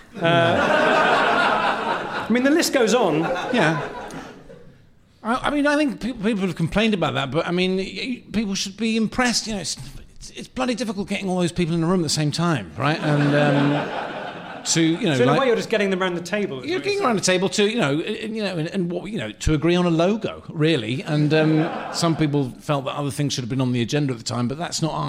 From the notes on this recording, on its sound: Live At The London Agriculture Festival. Recorded live in front of an audience.